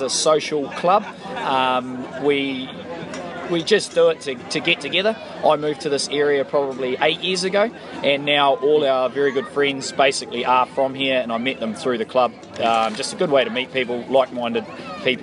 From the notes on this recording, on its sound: Another great time was had out at the Tihoi Tavern thanks to the Tihoi Hunting and Fishing. Sorry about all the noise - ITS A PUB!!